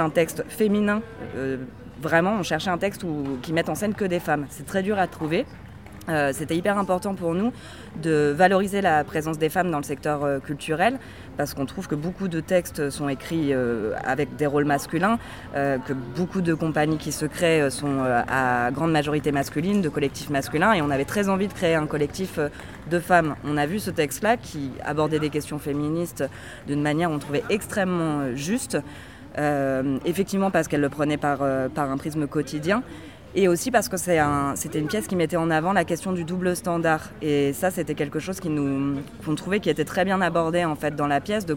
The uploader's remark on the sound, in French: Nous sommes parties au festival des arts de rue : Chalon dans la rue, à la recherche de spectacles féministes.